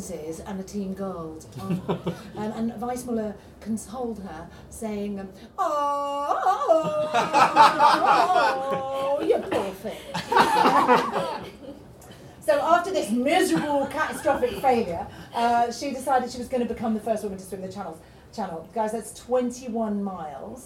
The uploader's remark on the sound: Recorded at the Beehive Inn as part of the Scottish Comedy Festival in the Edinburgh Festival Fringe.